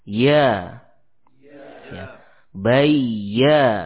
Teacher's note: pada huruf ya dan shin, lidah tidak menempel langit-langit, ya, tapi sangat dekat, yakni didekatkan · Term: wasatul lisan